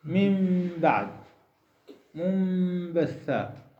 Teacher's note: من بعد منبثا إذا تقلب ميما إذا وقعت النون والتنوين قبل باء قلبان ميما وتخفى أيضا الميم في الباء. بغنة مع الإخفاء · Term: الإقلاب